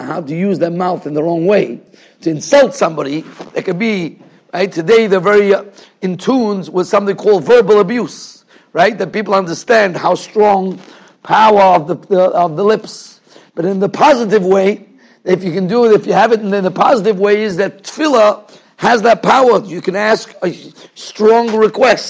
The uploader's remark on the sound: Shiur recorded in Yeshivas Ohr Reuven, Monsey, NY. Shiur given to Mesivta.